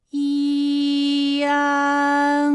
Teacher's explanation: 通路，紧接着舌面前部与硬腭的前部闭合，使在口腔受到阻碍的气流从鼻腔里透出，口型由开到合，舌位移动比较大。安，哎，我把这个过程当中啊给大家发的细一些，大家可以仔细听我的发音哈，从前啊开始，安，哎，我发的比较慢，那实际我们发安的时候呢不用这样的慢哈，让你感受到啊到呢的一个变化，直接我们发出安就可以了。那最后这个声音呢是从鼻腔里发出的，大家可以跟我练一组例词啊。参战，参战。反感，反感。烂漫，烂漫。好，下面呢我们来发一安的发音。发音的时候呢从前高不圆唇元音一开始，舌位向前低元音啊的方向滑降，舌位只降到半低前元音 i 的位置就开始升高，发 i 后软腭下降，逐渐增强鼻音色彩，舌尖迅速移到上齿龈，最后抵住上齿龈，做出发鼻音呢的状态。大家可以跟我来感受一下啊，一安，哎，这三个音发